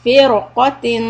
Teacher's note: Normally this would be light but because after the ra sukoon there's a heavy letter qaf so we are going to make the ra heavy